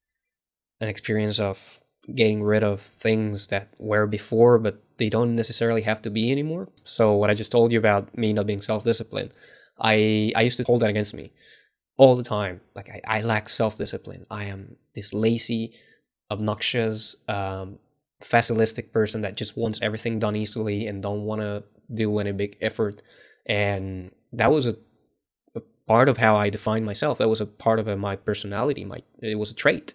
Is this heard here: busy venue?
no